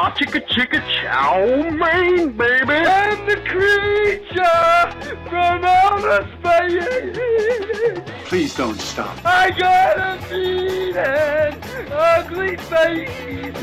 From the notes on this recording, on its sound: takes phone calls